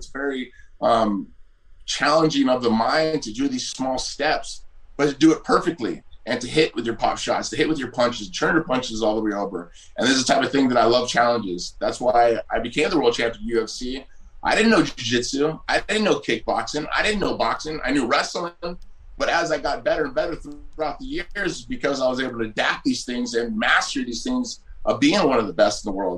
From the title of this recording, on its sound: VIRTUAL PRESS CONFERENCE